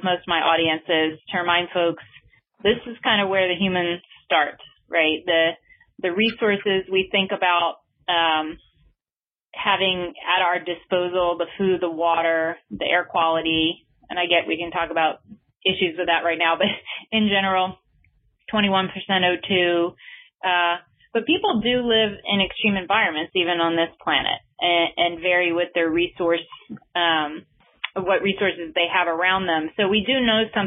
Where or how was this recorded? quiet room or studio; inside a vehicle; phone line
phone line